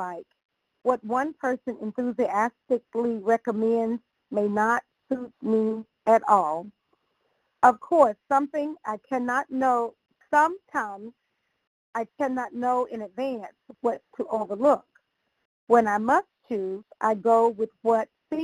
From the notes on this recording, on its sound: 100 Pounders Phone Meeting, 12/15/22